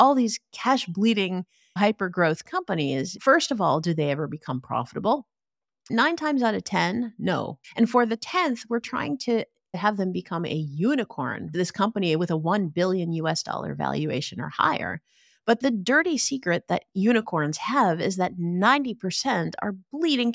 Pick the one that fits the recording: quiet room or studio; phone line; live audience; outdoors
quiet room or studio